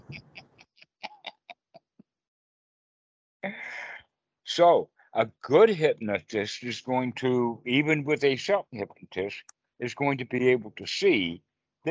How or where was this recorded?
video call